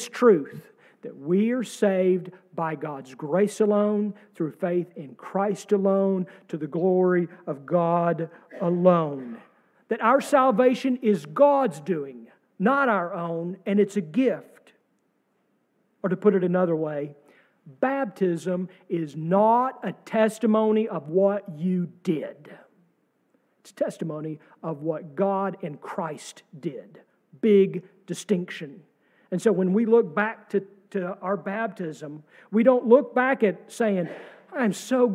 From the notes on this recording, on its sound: sermon from our service on April 2, 2023